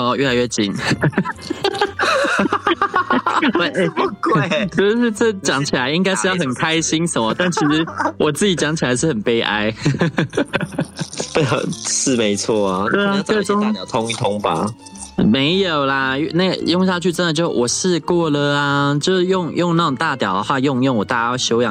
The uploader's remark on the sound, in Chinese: 本集是通話錄音